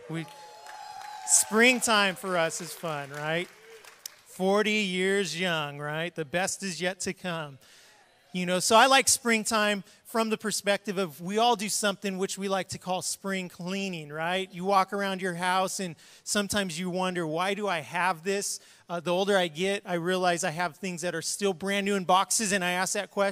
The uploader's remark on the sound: was preached on March 20th at the 10AM service